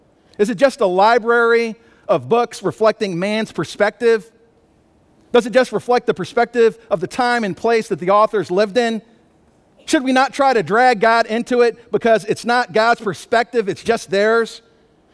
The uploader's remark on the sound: Sunday Morning Worship Service